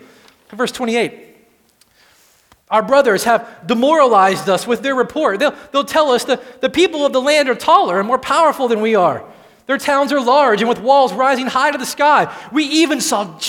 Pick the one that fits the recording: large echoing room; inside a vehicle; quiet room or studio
large echoing room